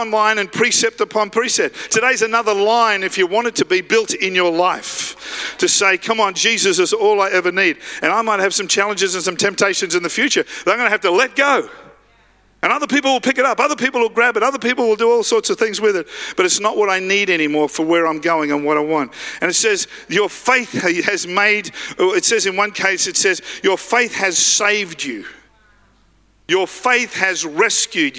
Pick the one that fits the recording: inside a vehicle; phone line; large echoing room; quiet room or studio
large echoing room